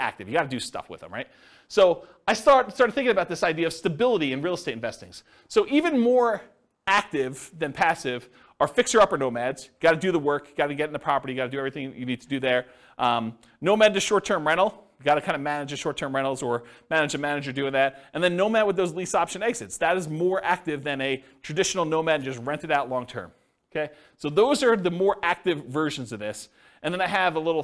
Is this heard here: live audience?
yes